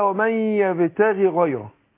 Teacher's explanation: يبتغي هنا عندنا الغين مكسوره، ما فيش ياء طبعا بعدها، ده كسر